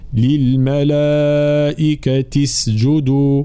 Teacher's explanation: فهنا نحذف همزة الوصل ونمر من التاء المكسورة في قوله للملائكة إلى السين الساكنة مباشرة